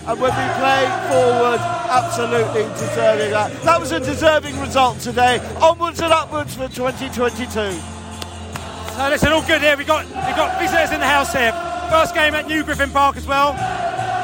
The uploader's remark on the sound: post-match podcast from the stands